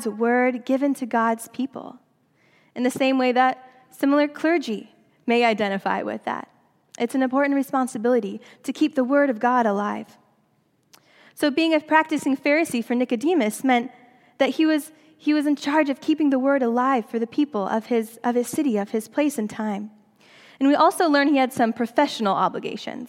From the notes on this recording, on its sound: during the Traditional Worship service